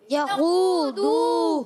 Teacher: خو واؤ مدہ دو واؤ مدہ، تو ان دونوں کو کھینچنا ہے ایک ایک الف